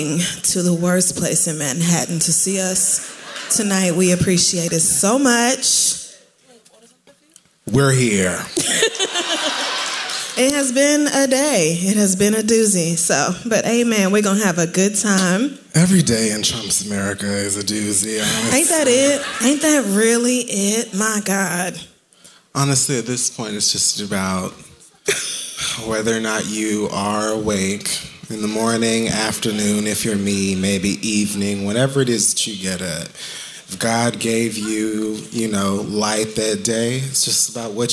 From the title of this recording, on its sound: Live From Sony Hall 4/21